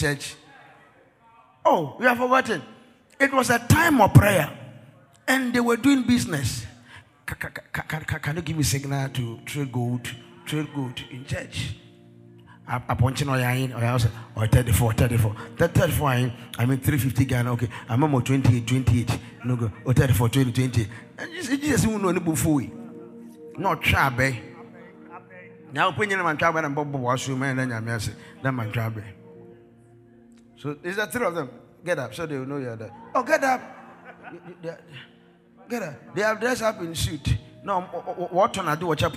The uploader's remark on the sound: This message was preached by our Executive Pastor on the first Sunday of the month of February 2024 during our Sunday Executive Service .